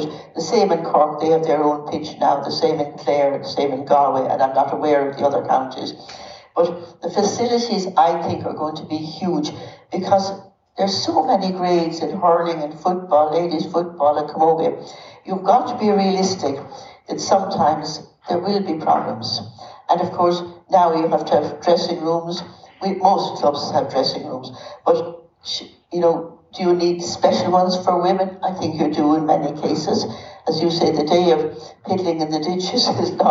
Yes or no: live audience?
yes